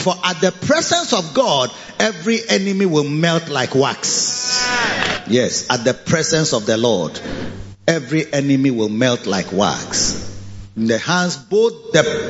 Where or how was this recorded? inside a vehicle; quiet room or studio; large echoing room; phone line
large echoing room